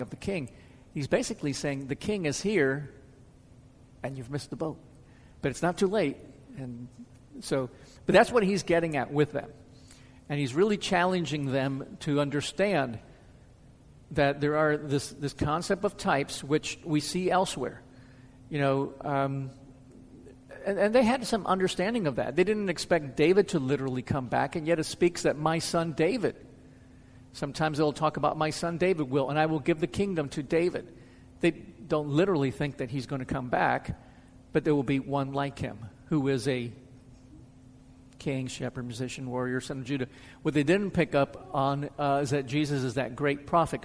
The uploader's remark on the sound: answers questions from the audience.